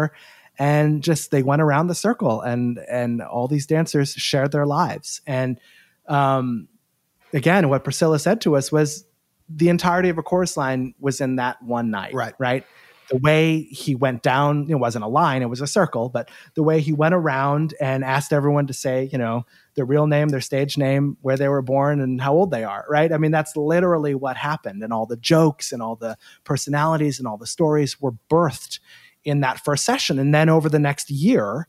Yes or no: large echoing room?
no